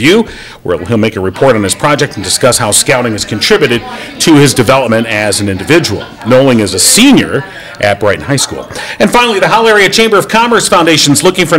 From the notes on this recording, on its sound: We were live on location for the Alzheimer's Association Leadership Breakfast at Crystal Gardens